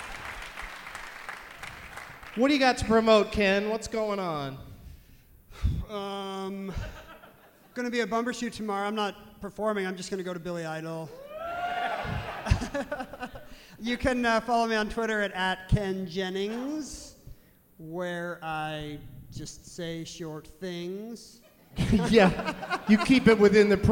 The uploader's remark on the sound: Live from the Neptune Theatre in Seattle